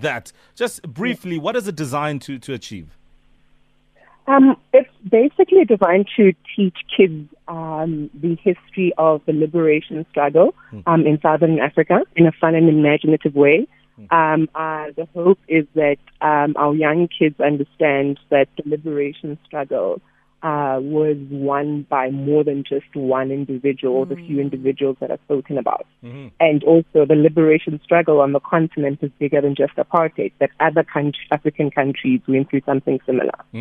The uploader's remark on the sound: PHONE INTERVIEW